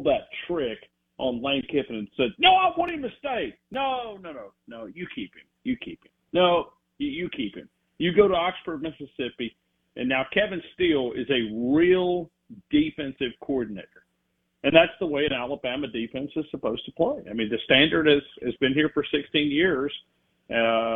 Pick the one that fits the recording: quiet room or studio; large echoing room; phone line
phone line